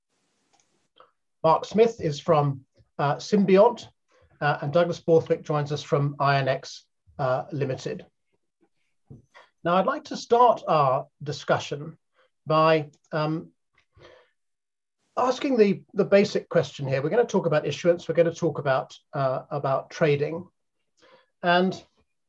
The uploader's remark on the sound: At this Future of Finance webinar